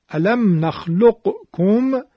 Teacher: که قاف رو نمیخونیم میشود الم نخلقکم · Term: قاف ساکن در کاف